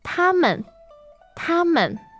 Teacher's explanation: Okay, so 他 is first, tone. Followed by a neutral, meaning they or them.